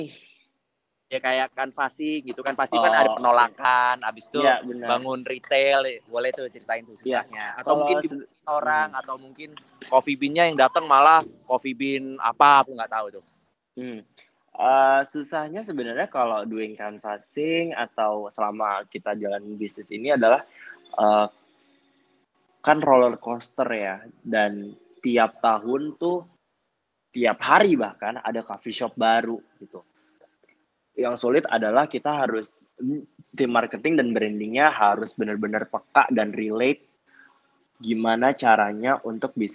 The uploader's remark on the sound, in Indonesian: Clubhouse Session. Rekaman clubhouse sesi ke-10.